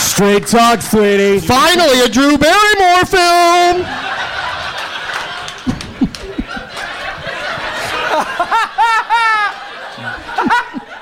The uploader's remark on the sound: Live from Helium Comedy Club in Philadelphia